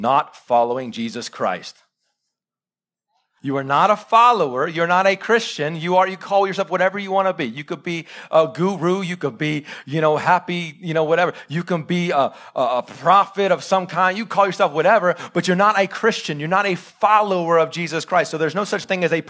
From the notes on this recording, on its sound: Live sermon recorded 26-September-2021 .